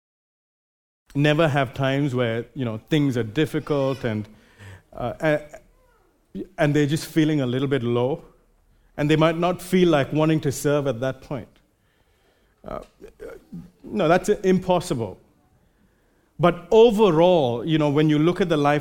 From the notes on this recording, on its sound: Recorded live at Grace Community Bible Church.